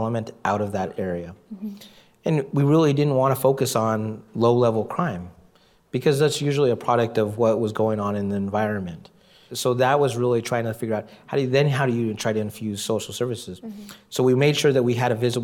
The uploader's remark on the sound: At a live Civic Cocktail event, panelists discussed how city law enforcement might navigate short-term solutions and systemic reforms.